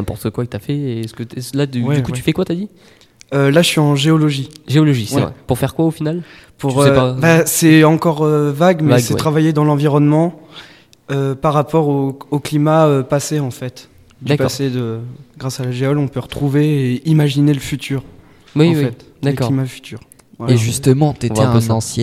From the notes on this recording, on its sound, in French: en direct sur Radio2B, le samedi 3 février 2018, pendant le forum de l'orientation au lycée Rémi Belleau.